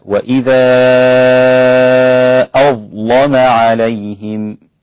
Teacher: طبعا هنا أظلم الضاء هنا ساكنة، وإذا جاءت مفتوحة أيضا يغلظ اللام فيها ورش فقط، الإمام ورش عن نافع، فيصير النطق بها وإذا أظلم عليهم. يبقى عندي ورش بمد 6 حركات في المنفصل ويغلظ اللام في أظلم